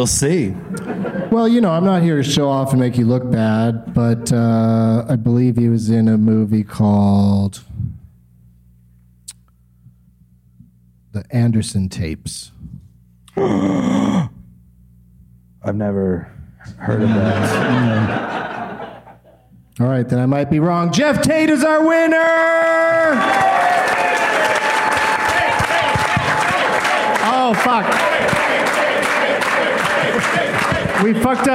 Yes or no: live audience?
yes